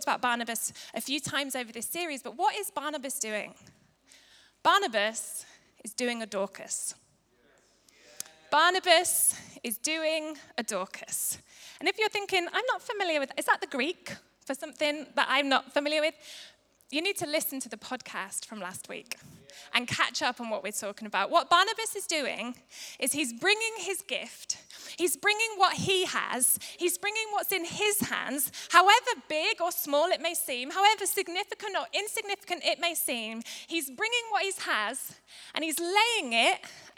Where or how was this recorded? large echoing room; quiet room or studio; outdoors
large echoing room